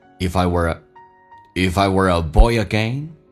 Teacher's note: 这四个单词都是非实义词汇，不被强调的单词用降调来发 · Term: 弱化现象